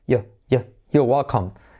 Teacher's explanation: También incluso puedes saltarte la R.